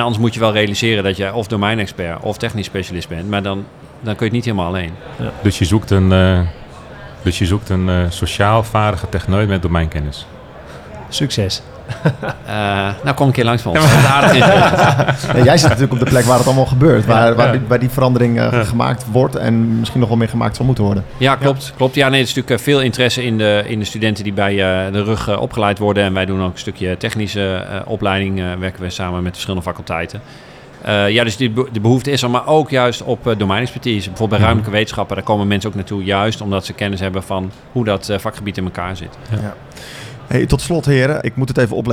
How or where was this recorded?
busy venue